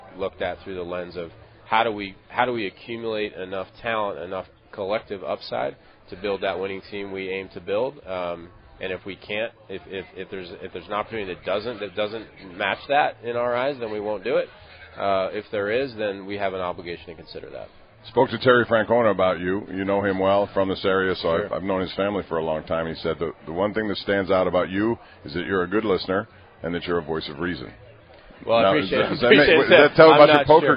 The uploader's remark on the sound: LIVE from PiratesFest Saturday morning at PNC Park